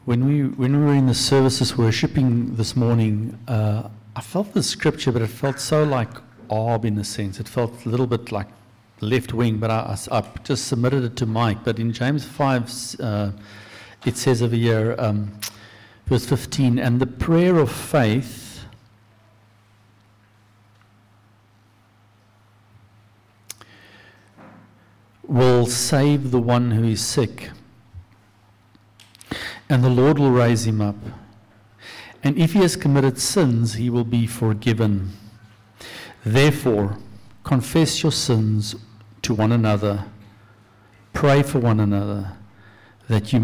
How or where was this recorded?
large echoing room